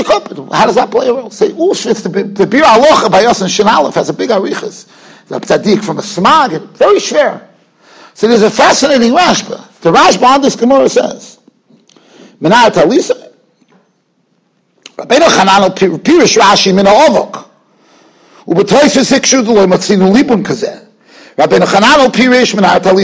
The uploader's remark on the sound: Shiur recorded in Yeshivas Ohr Reuven, Monsey, NY.